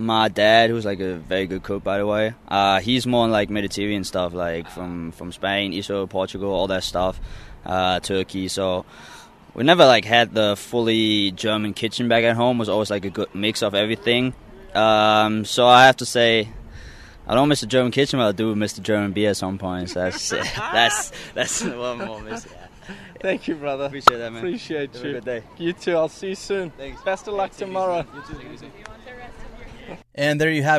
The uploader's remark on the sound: live from RSL practice 06/24/22